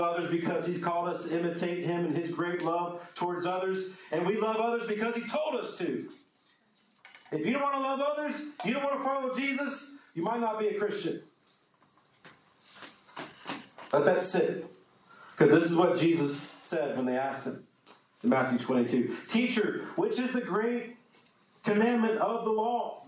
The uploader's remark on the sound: The sermon was preached on 09-04-22.